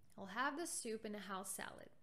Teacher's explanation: "I'll have the soup and a house salad." Have, soup, house, salad are louder words because they are important. Will, the, and, are not important words here. So they're quieter. · Term: sentence stress